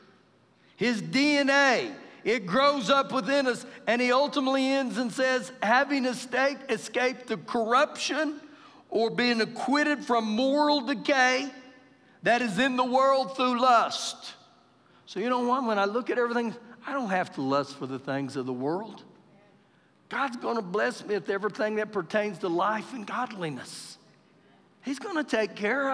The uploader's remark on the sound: Recorded live during our Wednesday night service